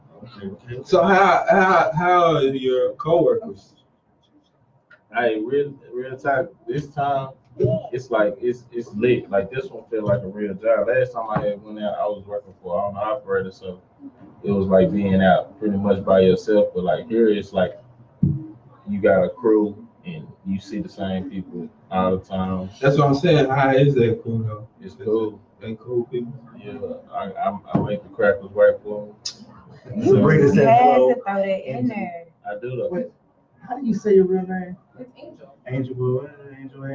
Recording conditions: poor sound quality